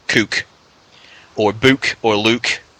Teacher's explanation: Most of the vowel sounds are flattened, but the double O sound is elongated.